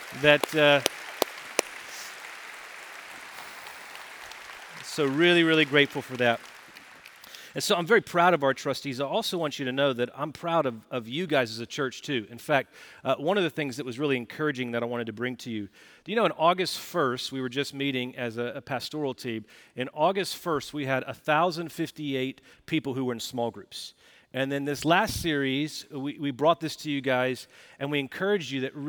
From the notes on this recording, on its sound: Recorded Live at Brookwood Church on 12.03.2023.